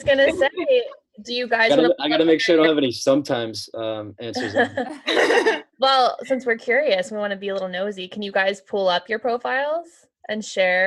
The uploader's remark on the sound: the first Zoom date on the pod